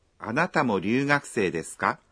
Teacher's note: Des est un mot poli qui conclut une phrase. Pour transformer une phrase avec des en question, vous placez la particule ka après des et vous prononcez la phrase en haussant l'intonation. · On prononce ryū dans ryūgakusei d'une manière similaire au son L, même si en français on l'épelle avec un R.